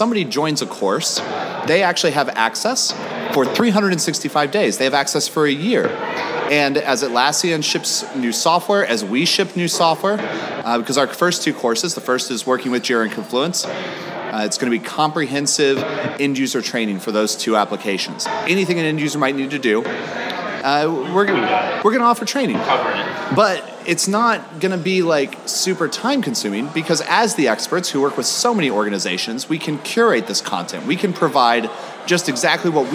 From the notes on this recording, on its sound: Recorded at the hotel bar after finally arriving from Barcelona airport's customs line.